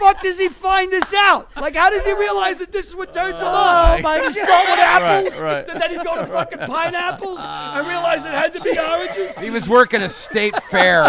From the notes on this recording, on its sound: FROM THE ALL THINGS COMEDY FESTIVAL IN PHOENIX